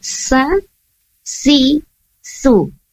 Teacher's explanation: sin tidak ditukar dengan huruf shin · Term: huruf sin